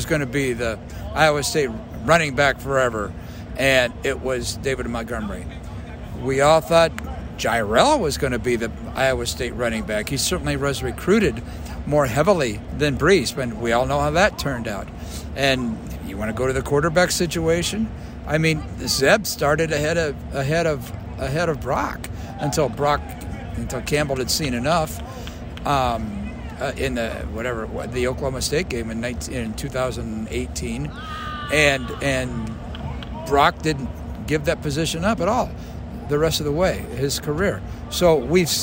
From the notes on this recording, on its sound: from Day 2 of Big 12 football media days at AT&T Stadium in Arlington, Texas